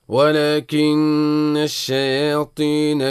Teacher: ولكن النون المضاعفة يعني مشدد. نحن أخذنا أحكام النون والميم مشددتان، حكمها الإدغام بغنة.